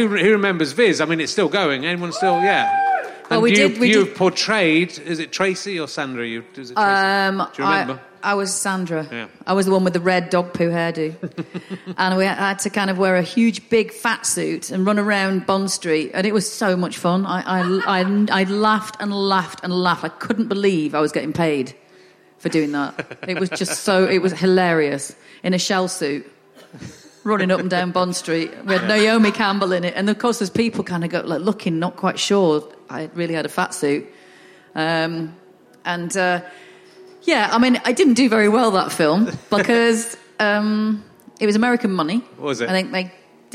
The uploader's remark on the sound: is at the Henley Festival and is up against the …, who prove to be much more popular and louder than him, but his audience is small and enthusiastic